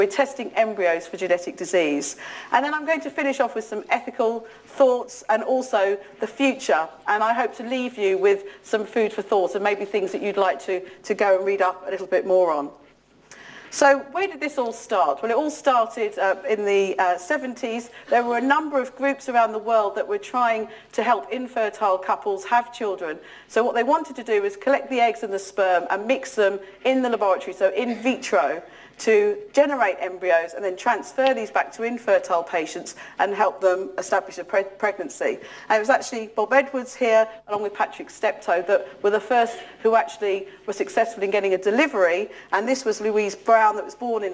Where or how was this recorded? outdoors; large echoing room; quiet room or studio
large echoing room